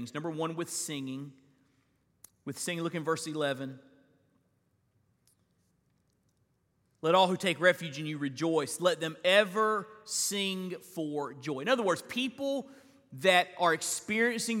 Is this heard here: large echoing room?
yes